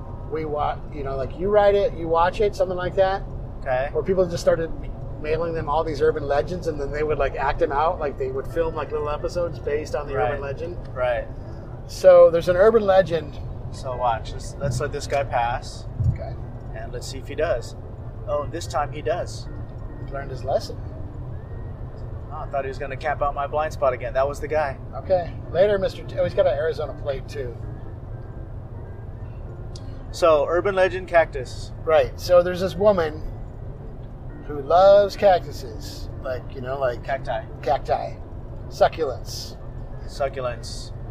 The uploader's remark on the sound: Phoenix Speakeasy Bar Crawl. We recorded this episode on the road trip out, leading up to the crawl, followed by a recap of each spot we visited.